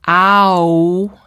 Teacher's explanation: He cannot produce ow if he can't produce a clear ah and a clear oo. · Term: diphthongs